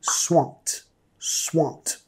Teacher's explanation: Nota la ED en este caso, vamos a pronunciar como una T